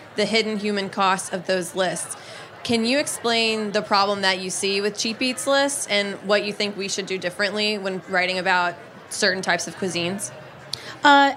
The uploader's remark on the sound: sits down with us at the Charleston Wine and Food Festival